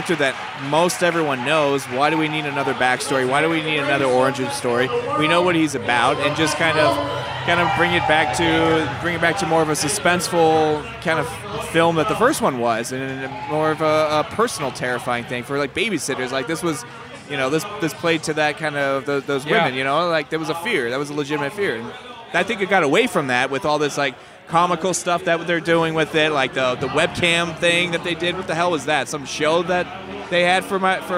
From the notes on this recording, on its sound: Straight from Phoenix Film Festival 2016!